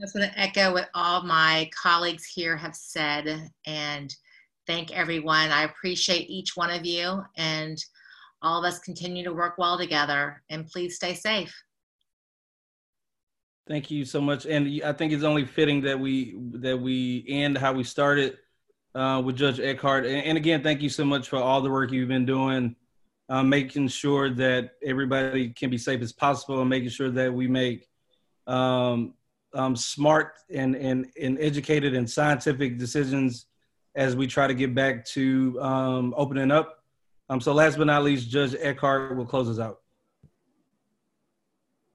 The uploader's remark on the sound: Today’s episode is a recording from Austin Justice Coalition’s (AJC) fifth COVID-19 Tele-Townhall (on 4/29/2020).